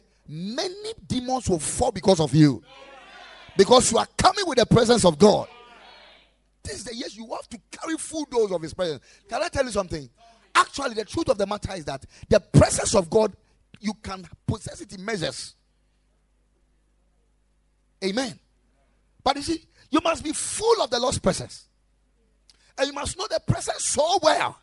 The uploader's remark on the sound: Preached at the Ekklesia Chapel.